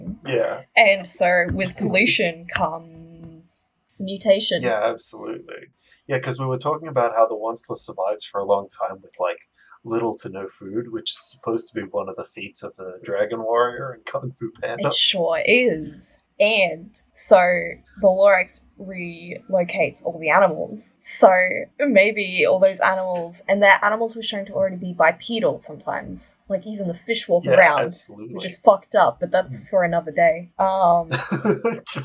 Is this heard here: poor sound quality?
yes